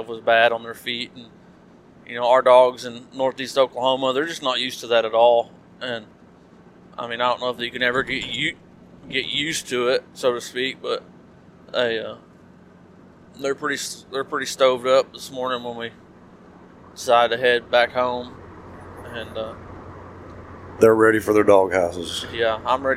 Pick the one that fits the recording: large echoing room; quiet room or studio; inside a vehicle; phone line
inside a vehicle